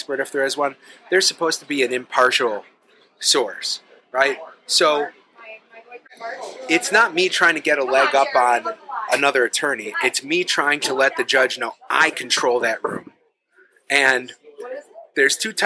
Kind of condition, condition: setting, busy venue